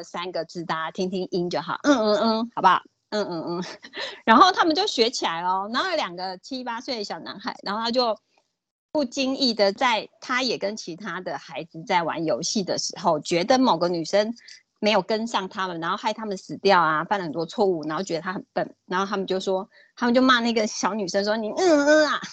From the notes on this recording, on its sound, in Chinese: 此為線上課程錄音檔